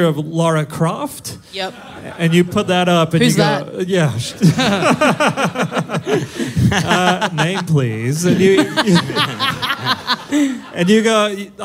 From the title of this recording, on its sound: Live in Melbourne